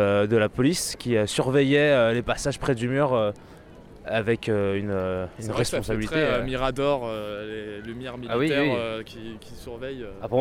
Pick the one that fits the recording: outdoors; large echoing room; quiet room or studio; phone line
outdoors